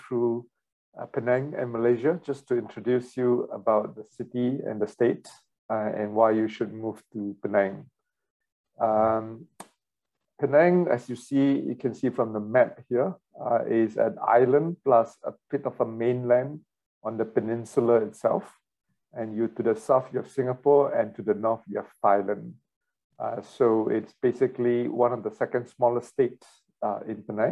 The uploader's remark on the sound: WEBINAR. For those joining us on Zoom.